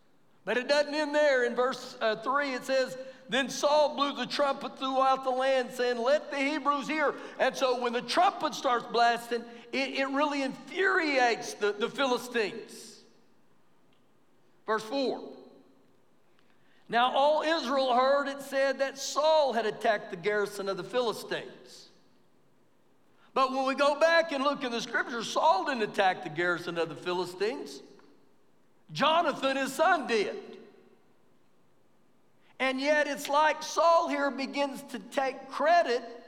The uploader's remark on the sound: Recorded live during our Wednesday night service.